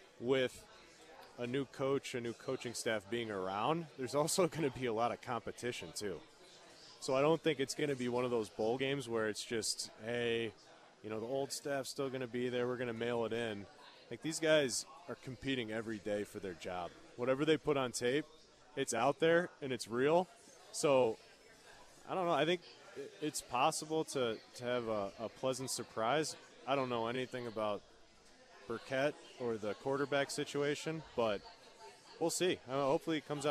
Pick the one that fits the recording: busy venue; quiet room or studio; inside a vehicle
busy venue